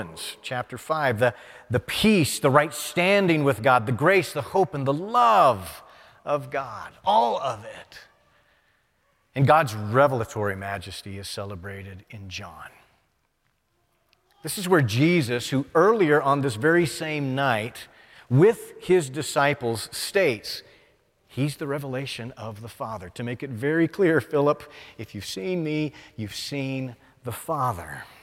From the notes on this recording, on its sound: presented by Asbury Seminary Kentucky Chapel, recorded on Wednesday, June 14, 2023 at Asbury Theological Seminary's Kentucky campus